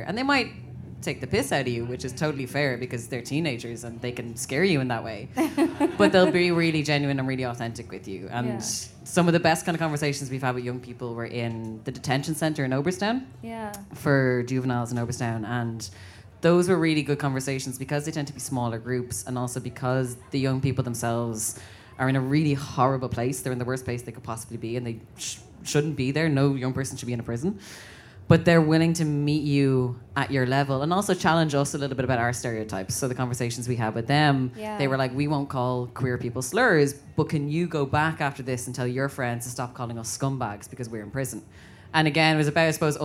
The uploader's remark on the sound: the audio from a brilliant panel I hosted at All Together Now